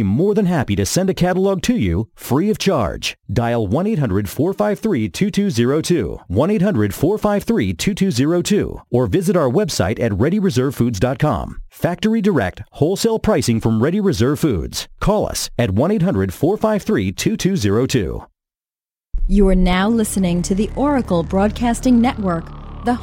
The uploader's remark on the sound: Live coverage from the G-20 conferences in Pittsburg